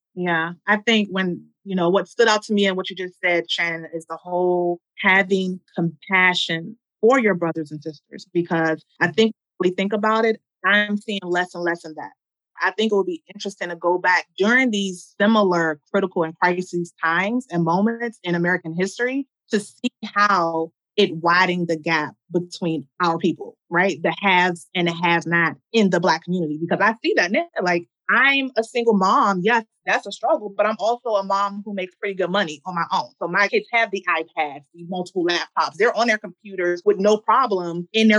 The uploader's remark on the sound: Due to limitations of virtual recording, we understand sound quality may not be at it's best